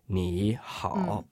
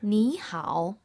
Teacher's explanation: that third tone before another third tone changes to a second tone · Shown in: second take